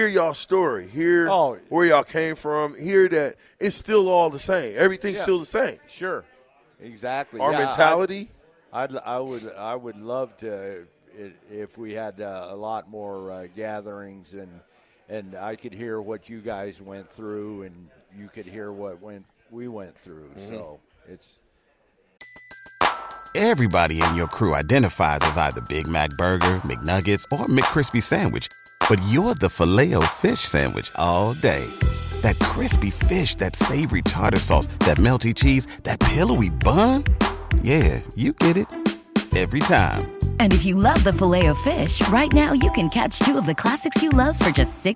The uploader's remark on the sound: LIVE at Wingstop